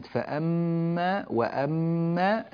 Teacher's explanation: انتبه للغنة في كلمة فأما وأما، الميمات المشددة هذه تحتاج إلى غنة وهي أكمل ما تكون، فأعطيها حقها.